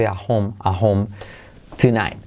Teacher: La T de at casi no se dice